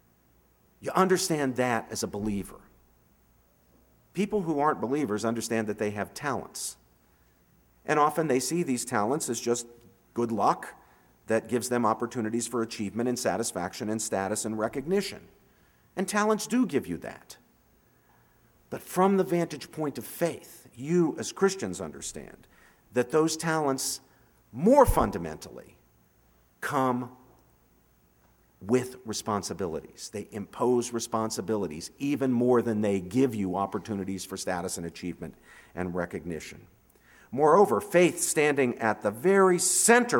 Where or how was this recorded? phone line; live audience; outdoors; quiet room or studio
live audience